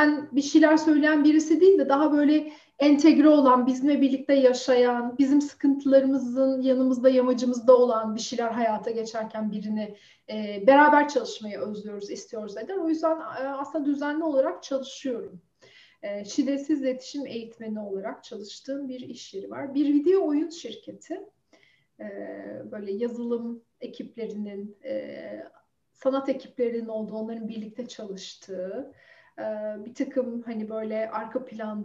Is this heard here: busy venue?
no